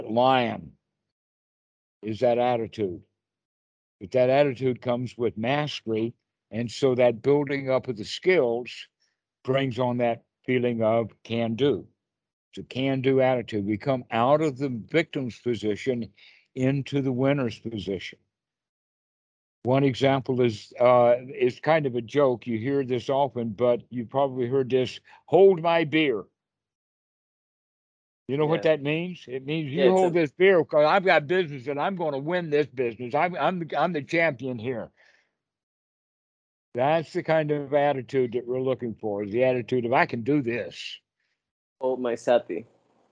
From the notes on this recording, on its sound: skype calls